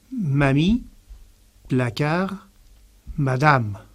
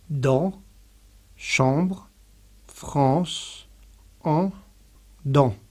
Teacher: Acabamos de escuchar las diferencias entre una A y una A nasal.